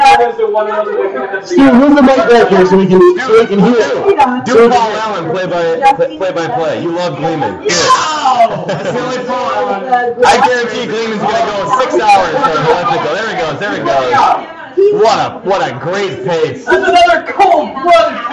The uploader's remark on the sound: Because of the noise, and the echoes. Live via satellite...